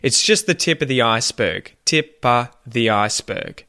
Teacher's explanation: we drop the F and we just say o or ah. So that's why you hear tip of the iceberg instead of tip of the iceberg.